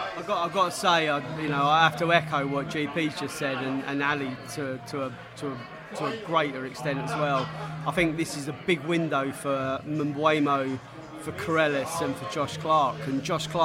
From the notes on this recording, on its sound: Millwall pre-match podcast from the Pub.